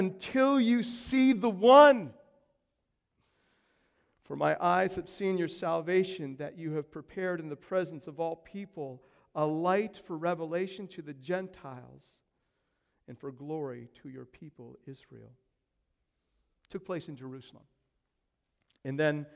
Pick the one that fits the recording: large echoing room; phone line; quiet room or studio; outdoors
large echoing room